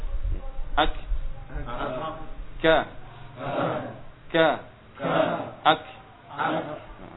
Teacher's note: Kalau kaf nafasnya mengalir, sehingga ketika disukun suara terhenti tapi nafas mengalir. · Term: hams